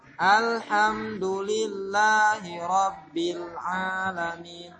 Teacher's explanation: Tasydid pada lam jangan ditahan